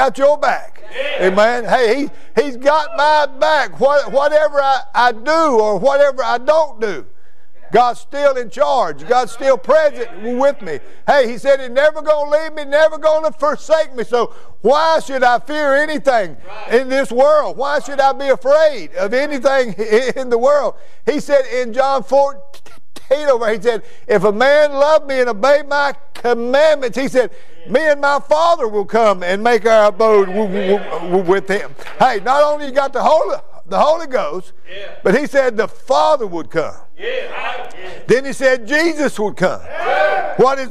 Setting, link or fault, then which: setting, large echoing room